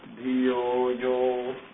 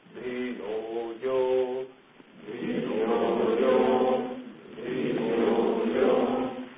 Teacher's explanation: the anudatta, which lowers the pitch by one · Shown in: second take · So, for example, if we did not have the anudatta, then it will become like dhiyo yo.